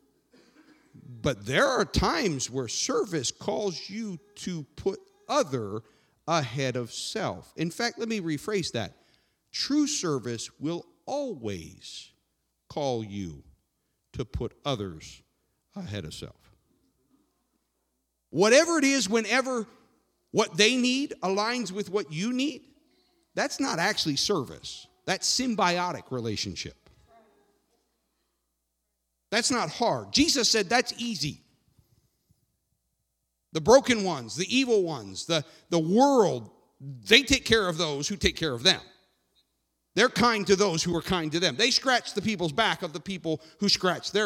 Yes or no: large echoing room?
yes